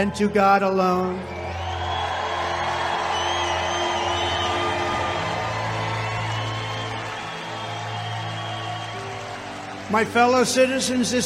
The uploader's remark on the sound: Rally Speeches - Youngstown Ohio, 9/17/22